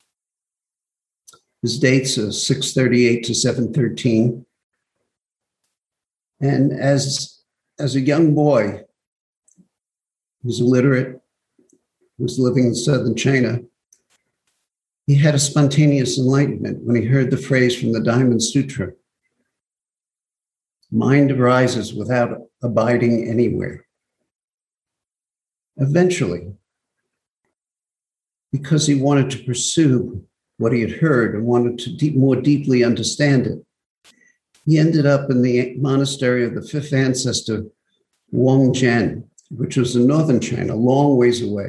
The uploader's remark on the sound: Zoom Broadcast